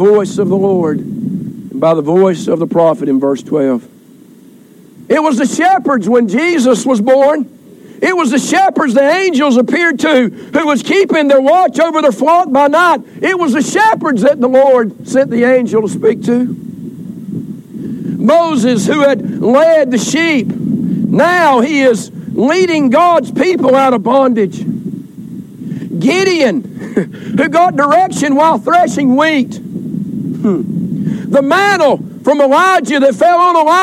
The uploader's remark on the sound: Recorded during Family Day outdoor service